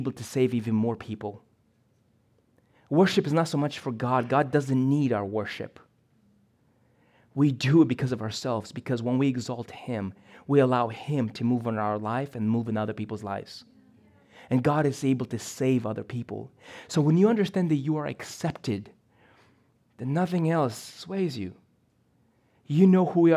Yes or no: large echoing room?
yes